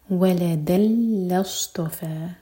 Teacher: دال کی تنوین کے بعد لام، تو ادغام بغیر غنہ کے. لام کے بعد ہے حمزۃ الوصل، کیونکہ بیچ میں آ رہا ہے تو اس کو پڑھا نہیں جائے گا، تو لام کو ہم صاد سے جوڑیں گے.